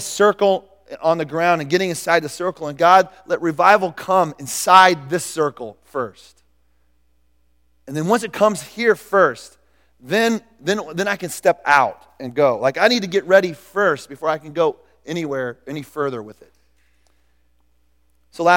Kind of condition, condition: setting, large echoing room